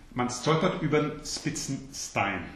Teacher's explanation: So in the north part of Germany, people have more of a tendency to say the S before a T as an S and not as a Sch sound.